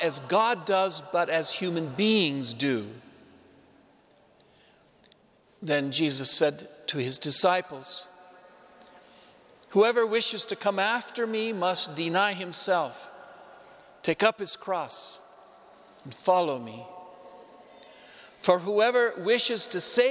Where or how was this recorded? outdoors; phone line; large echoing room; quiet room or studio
large echoing room